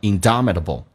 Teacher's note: 在美式发音 t 要浊化成 d